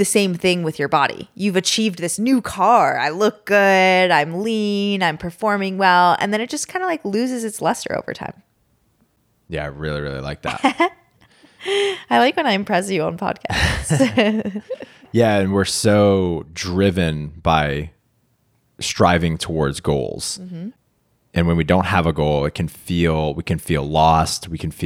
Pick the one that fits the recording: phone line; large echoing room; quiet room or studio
quiet room or studio